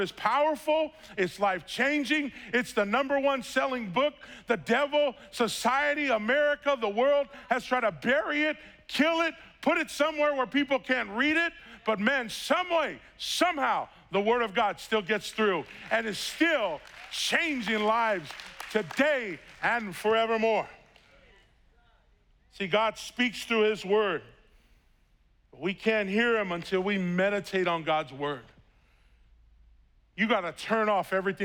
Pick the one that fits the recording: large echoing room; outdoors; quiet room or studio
large echoing room